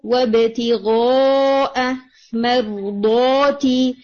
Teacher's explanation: مرضاتی میں آپ اطباق کے ساتھ کریں گے تو اس میں زیادہ ہیوینیس ہونی چاہیے، تو اس کے اوپر آپ نے تھوڑی پریکٹس کرنی ہے.